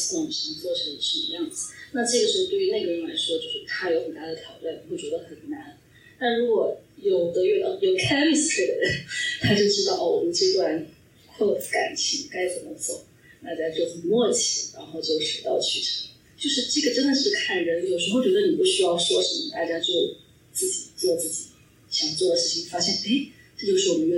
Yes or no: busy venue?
yes